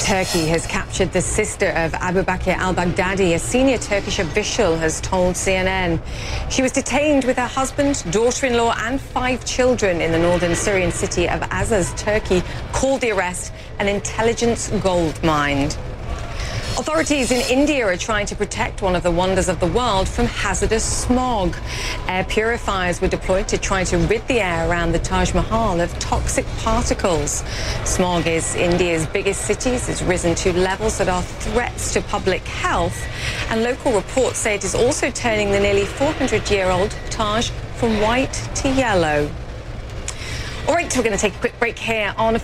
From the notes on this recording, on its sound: live from the New York Stock Exchange.